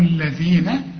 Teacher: طلع لسانك في الذال